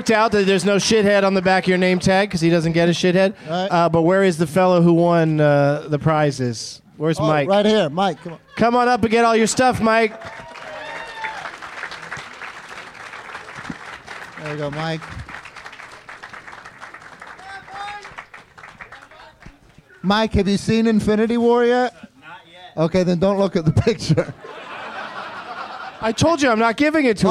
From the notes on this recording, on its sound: Live from Zanies in Rosemont, IL